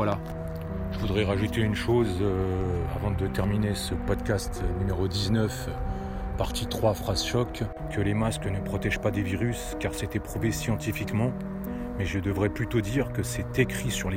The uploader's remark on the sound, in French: Podcast partie 3 enregistré en extérieur